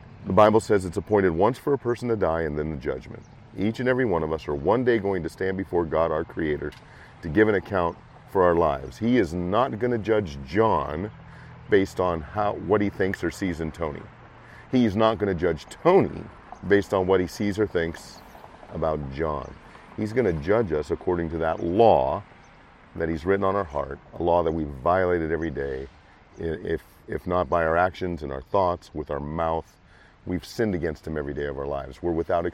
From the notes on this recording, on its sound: Was setting up for an afternoon of crosswalking on the corner of Pine and 53rd in Davenport.